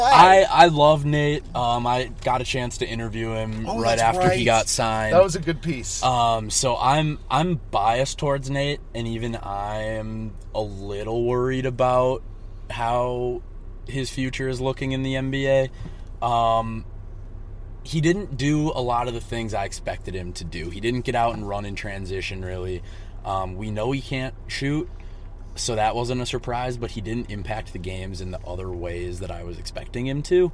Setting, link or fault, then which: setting, inside a vehicle